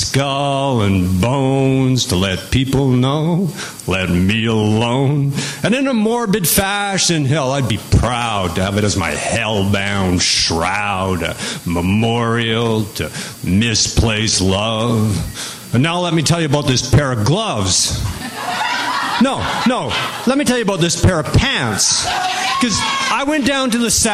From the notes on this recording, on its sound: Live from the Vancouver Poetry Slam